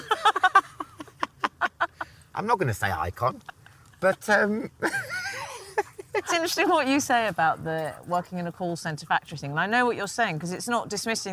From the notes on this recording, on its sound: while walking their dogs